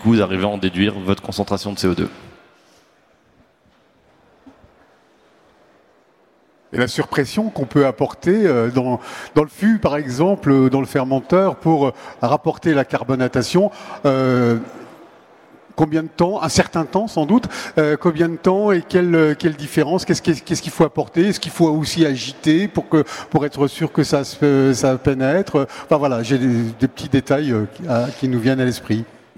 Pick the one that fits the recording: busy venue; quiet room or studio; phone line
busy venue